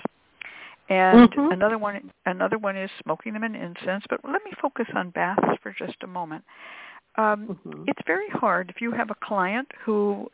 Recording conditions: phone line